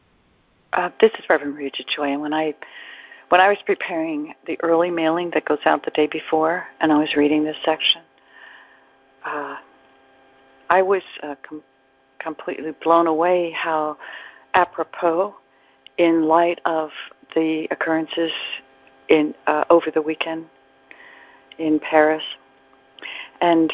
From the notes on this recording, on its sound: ACIM Daily TEXT Conference Call